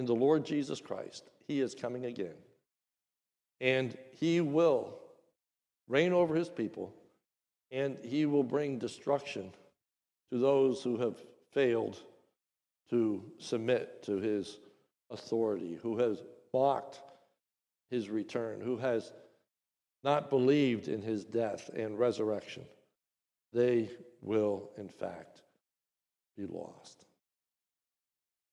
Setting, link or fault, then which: setting, large echoing room